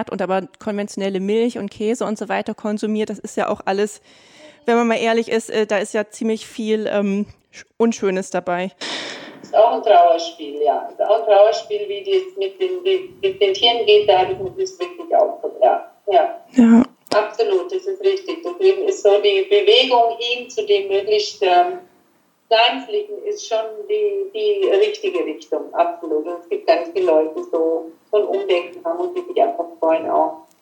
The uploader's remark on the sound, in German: Wegen eines technischen Problems bei der Aufnahme liegt die Audio-Qualität dieser Folge leider etwas unterhalb unseres Standards.